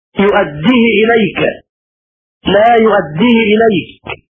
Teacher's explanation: قرأ قالون بكسر الهاء بدون ياء الصلة وصلا بلا خلاف · Term: هاء الكناية